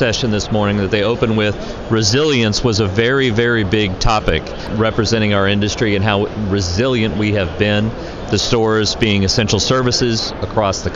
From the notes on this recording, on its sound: While attending the NACS Show 2021 in Chicago. On the trade show floor.